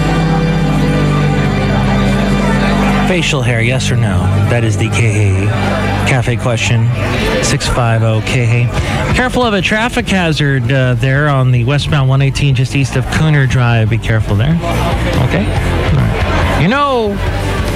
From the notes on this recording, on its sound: podcasts live from Cafe Anyway